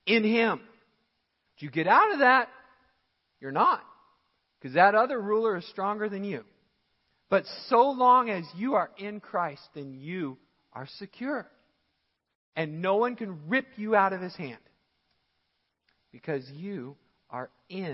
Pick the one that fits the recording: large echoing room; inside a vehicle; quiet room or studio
large echoing room